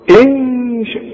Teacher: هنخفي وهنغن، والغنة بمقدار حركتين · Term: الاخفاء